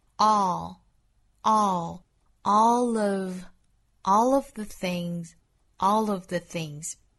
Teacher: 在美音之中 ALL 这个词啊，第一个元音开口度更开更松弛